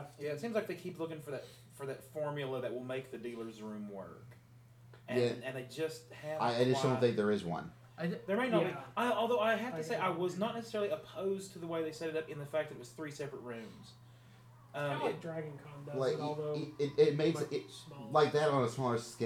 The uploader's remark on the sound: Middle Tennessee Anime Convention con report in audio form goodness. You can even tell it was even recorded at the con.